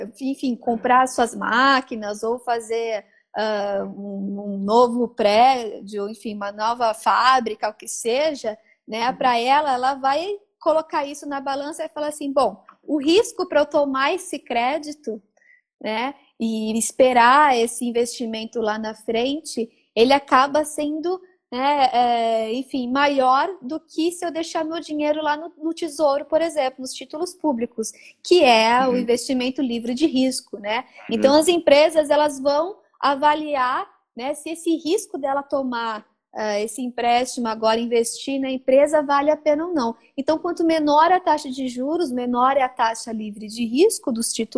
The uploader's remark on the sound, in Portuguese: Esse podcast foi gravado durante uma live no Instagram.